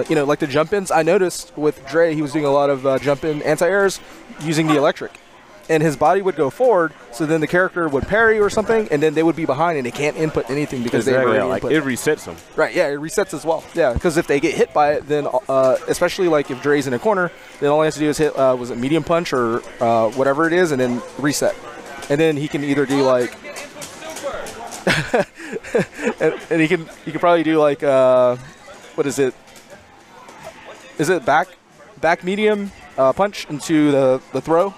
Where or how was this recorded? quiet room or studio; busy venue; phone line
busy venue